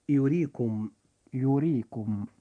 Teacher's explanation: حرف الراء في هذه الكلمة جاء مكسورا وهو في وسط الكلمة فيجب أن يرقق عند النطق · Term: ترقيق